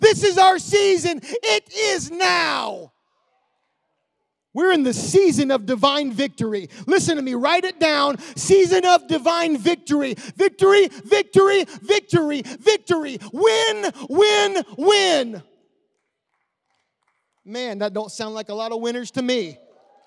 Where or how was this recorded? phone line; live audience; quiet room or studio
live audience